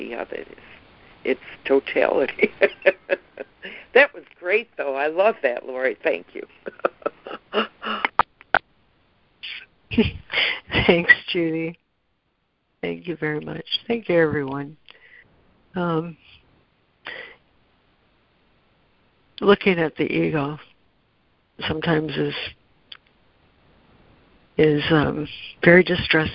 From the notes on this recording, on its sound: ACIM Daily Conference Call.